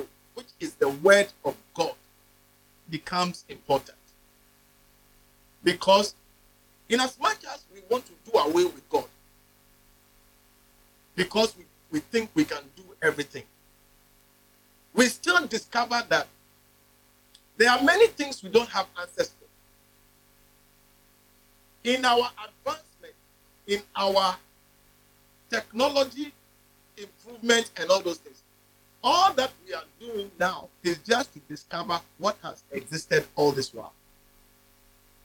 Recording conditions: large echoing room